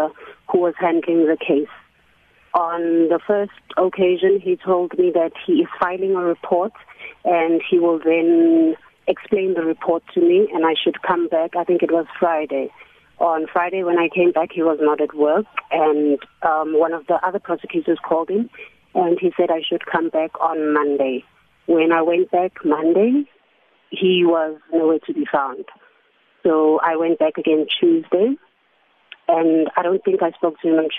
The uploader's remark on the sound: joins us on the line